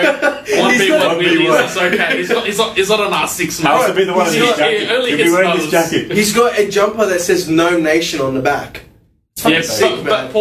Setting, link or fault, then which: fault, distortion